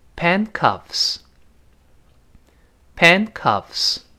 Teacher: 所以读成 pencuffs，pen 那个它失去爆破了